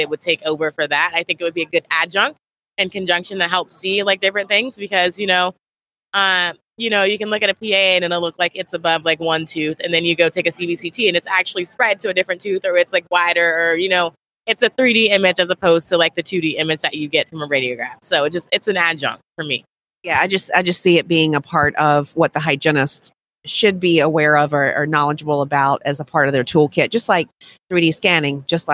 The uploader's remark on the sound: LIVE from Smilecon